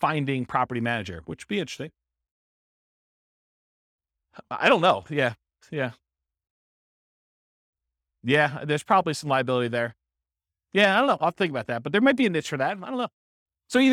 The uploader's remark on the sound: This was a live class recorded